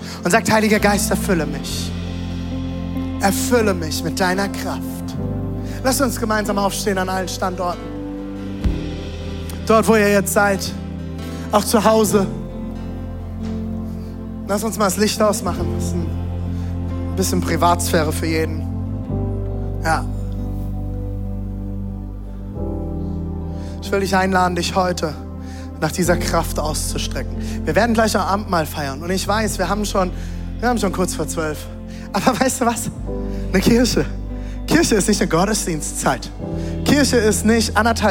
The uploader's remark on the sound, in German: Audiomitschnitt der Predigt